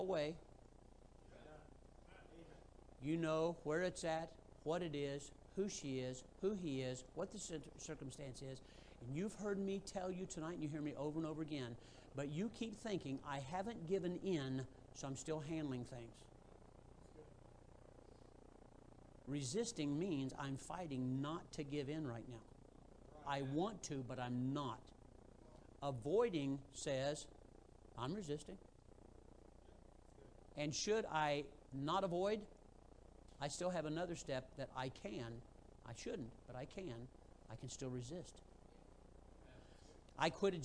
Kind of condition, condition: setting, large echoing room